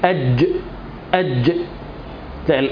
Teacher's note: لما تيجي تقول الجيم أج يبقى أنت كده بتعمل جريان صوت، لكن هي أج أط، تلاقي الصوت بينحبس عند مخرج الحرف، فلا يجري الصوت في الجيم والطاء · Term: الشدة